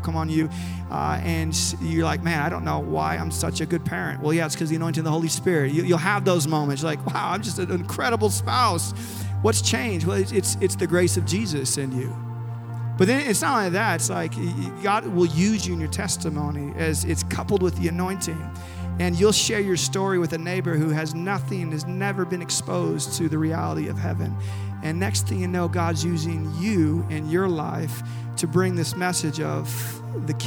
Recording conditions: large echoing room